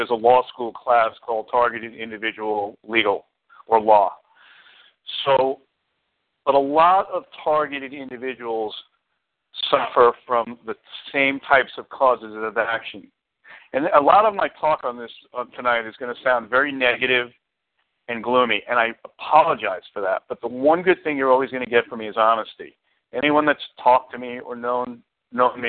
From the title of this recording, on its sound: Community Conference Call